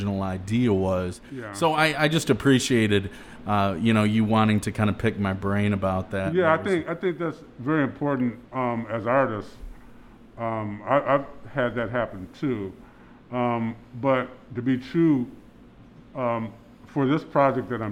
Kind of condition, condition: setting, busy venue